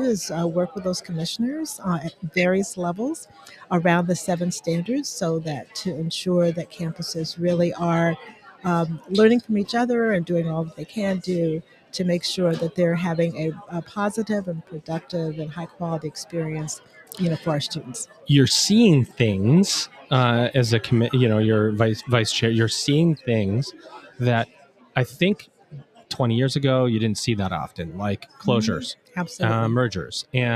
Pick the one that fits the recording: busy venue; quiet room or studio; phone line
busy venue